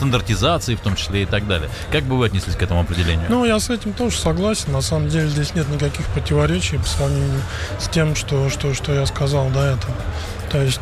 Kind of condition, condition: setting, busy venue